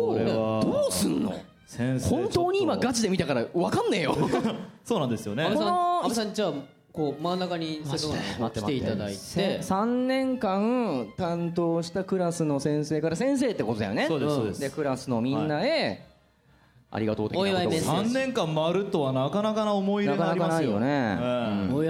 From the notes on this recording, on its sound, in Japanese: 下北沢タウンホールで行われた。100回記念の公開録音の模様をお届けします！